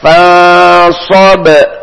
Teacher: kolkola kubro ketika ba sukun di akhir